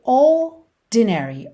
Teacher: o R não vai ter o som do R enrolado, vai ser um alongamento dessa letra O. E depois o D vai ser um D mesmo.